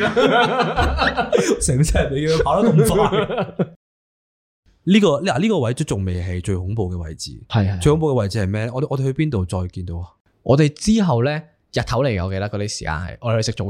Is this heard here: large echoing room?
no